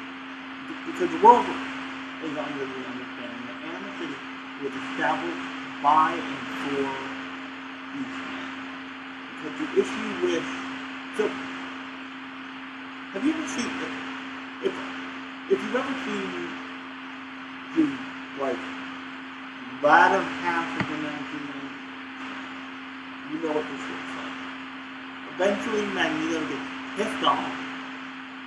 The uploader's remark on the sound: Sorry about the audio quality I did my best.